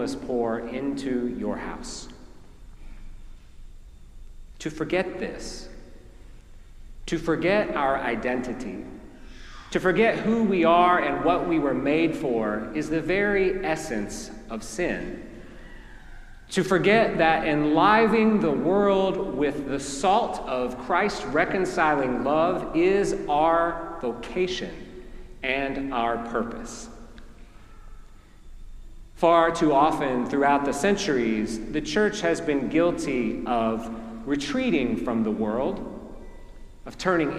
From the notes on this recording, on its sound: preached at our celebration of the Holy Eucharist on the Fifth Sunday after the Epiphany